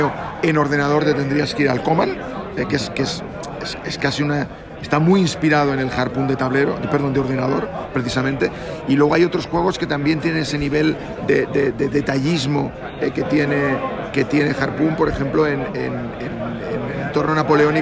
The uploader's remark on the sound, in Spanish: Y un poco de sonido ambiente de un Wargame curiosón